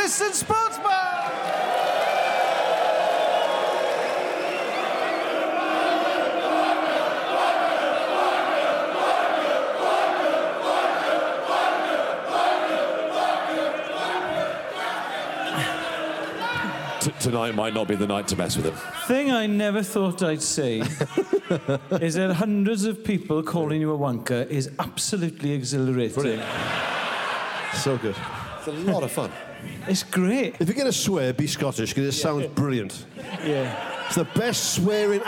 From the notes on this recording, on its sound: This week’s episode was recorded at The EICC in Edinburgh on Saturday 23rd October.